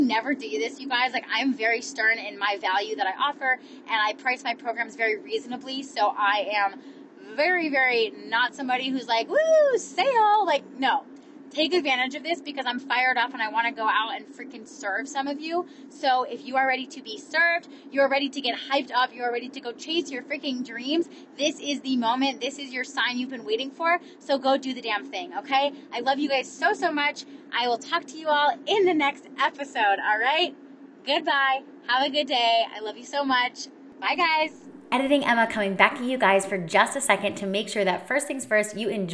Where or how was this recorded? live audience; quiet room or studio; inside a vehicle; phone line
inside a vehicle